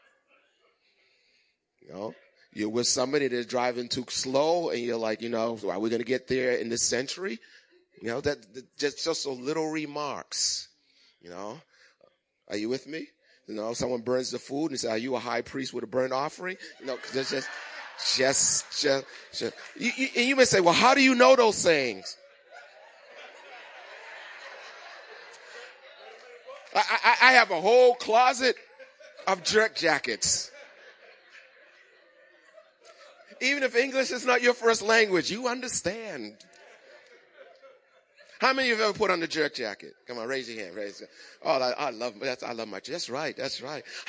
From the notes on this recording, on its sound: Recorded at the 8:00am Christmas morning service.